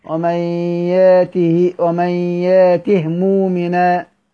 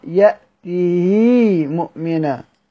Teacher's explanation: السوسي فقط اللي هيقرأ بإسكان الهاء · Shown in: first take